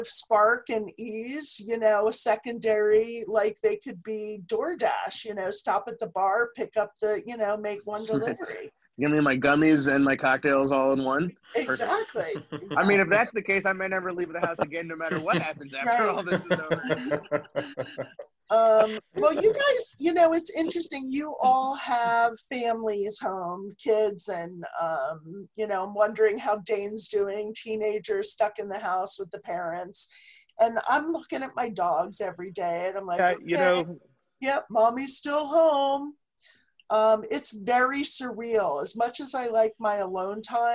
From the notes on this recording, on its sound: We are working from home this week. Decided to practice “social distancing” by trying out the Zoom app and continue recording shows for our listeners.